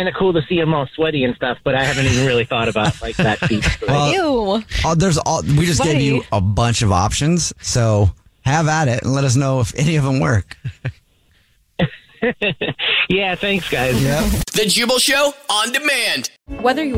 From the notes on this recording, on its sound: The guy on the phone